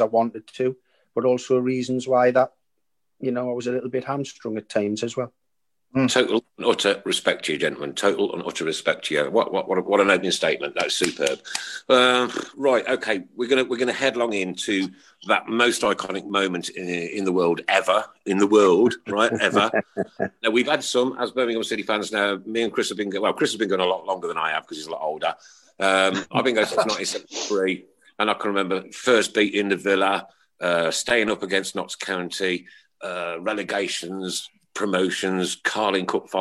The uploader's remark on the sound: recorded via Zoom